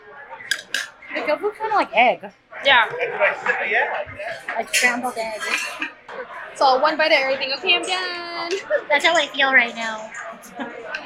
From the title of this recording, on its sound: On Location: Bistro Na's